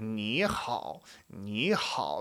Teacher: a second tone followed by a third tone